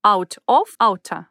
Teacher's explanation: В них во всех предлог of присоединяется к предыдущему слову, только меняется на ta.